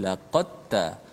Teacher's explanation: dal itu diidghamkan kena masukkan ke dalam ta